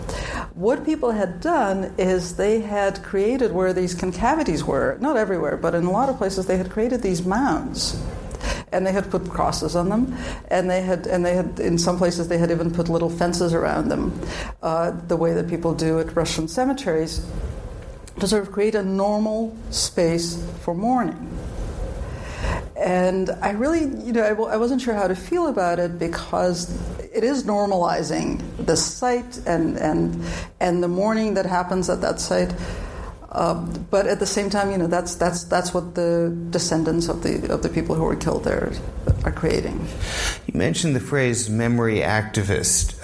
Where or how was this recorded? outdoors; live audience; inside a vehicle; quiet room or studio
live audience